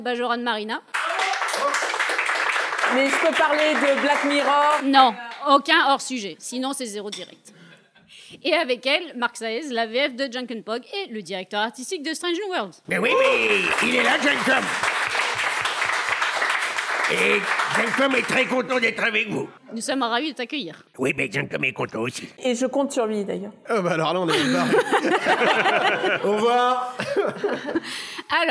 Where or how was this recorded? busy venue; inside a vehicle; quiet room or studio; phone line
busy venue